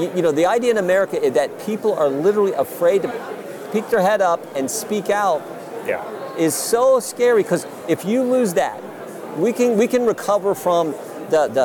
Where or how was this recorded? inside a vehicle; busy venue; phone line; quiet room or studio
busy venue